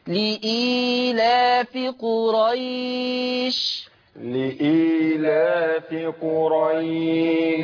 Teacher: يبقى إذن قرأنا البدل بالتثليث، قصر ثم التوسط ثم الإشباع. · Term: مد البدل